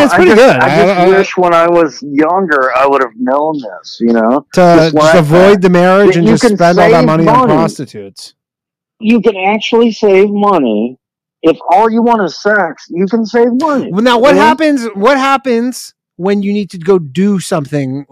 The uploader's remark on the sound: The bad advice question/call in show.